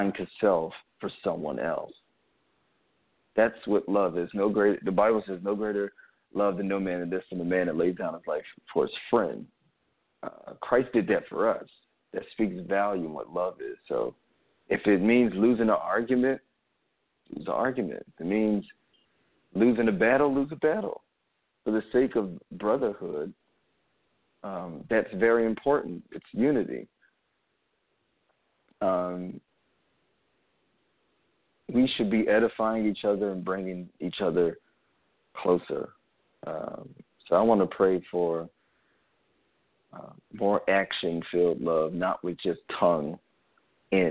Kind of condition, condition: link, phone line